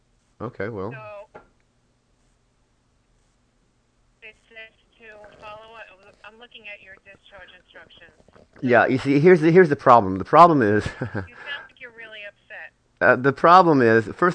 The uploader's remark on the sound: Phone Call